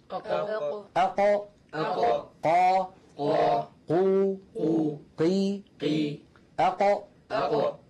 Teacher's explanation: لو شبهت يدي هذه باللسان، هذا مؤخرة اللسان أقصاه، وهذا طرف اللسان الأمامي. فأقصى اللسان هنا مع ما يحاذيه من الحنك الأعلى مخرج القاف